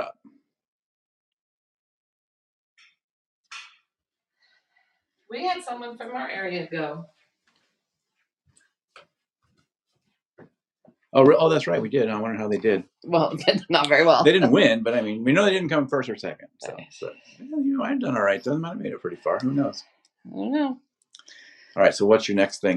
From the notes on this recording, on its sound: We had a problem with the audio file.